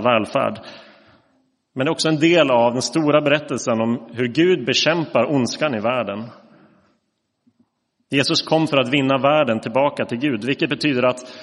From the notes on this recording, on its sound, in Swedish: Inspelad i Roseniuskyrkan den 12 mars 2023.